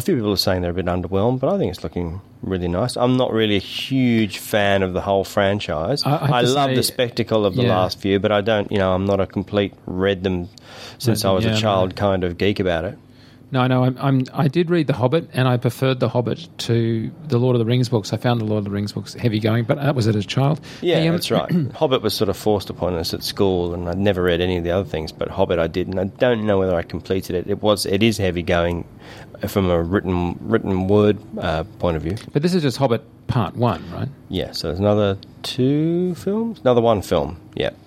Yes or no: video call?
no